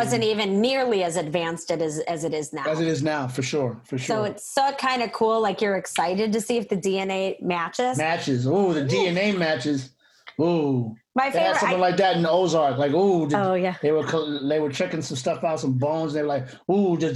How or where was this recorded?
video call